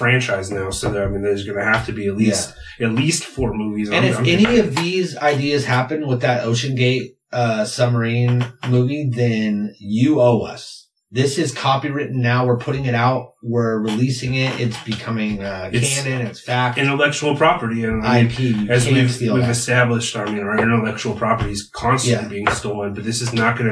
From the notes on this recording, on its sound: We lost our audio this week and had to pull the audio from the camera.